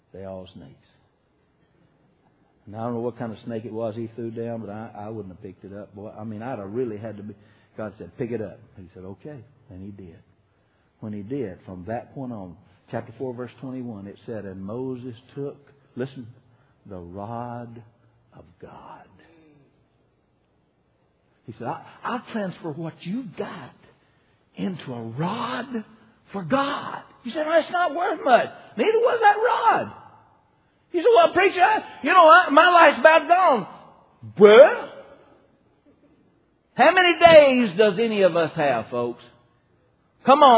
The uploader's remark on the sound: (Archived from January 2006 Revival at Liberty Baptist Church in Dalton, Georgia).